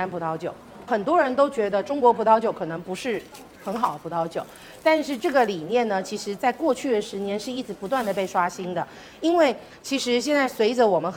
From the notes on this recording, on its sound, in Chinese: 理想酒会活动现场实录。终于在2023/07/29实现了邀请朋友们线下喝酒的理想。北京大小咖啡麦子店。